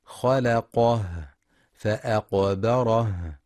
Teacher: وينتبه القارئ لهمس الهاء في رؤوس الآيات المختومة بحرف الهاء في سورة عبس، نحو خلقه فأقبره، لأن الهاء تخرج من أقصى الحلق، وجميع صفات الهاء ضعيفة، لذلك تحتاج لجهد لبيانها ووضوحها.